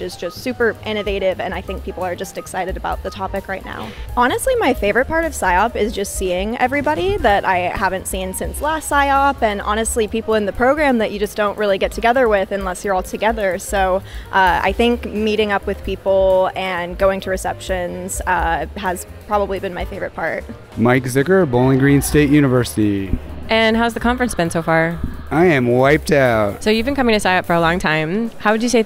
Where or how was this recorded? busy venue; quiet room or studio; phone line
busy venue